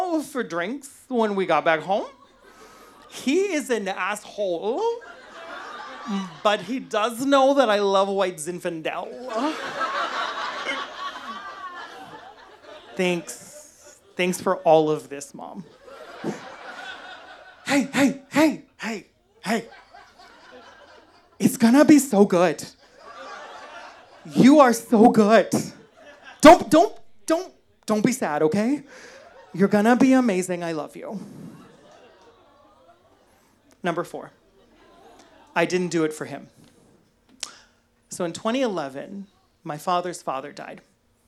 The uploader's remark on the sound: a live show debuting just a minute ago in May of 2022